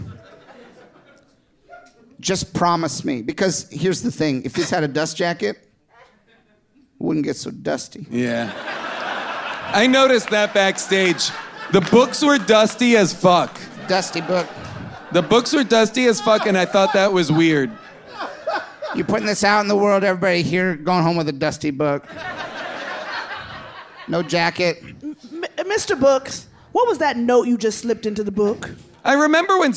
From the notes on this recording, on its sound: Recorded live at the Bell House in Brooklyn, NY.